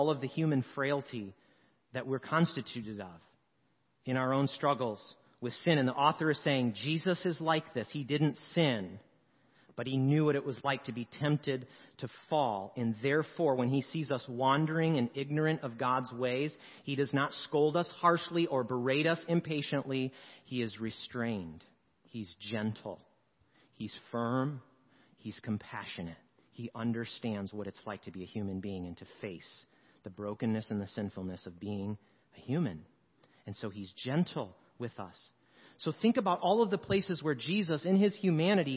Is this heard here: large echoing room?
yes